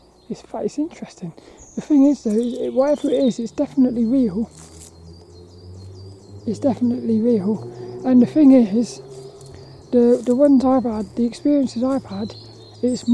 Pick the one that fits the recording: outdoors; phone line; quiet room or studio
outdoors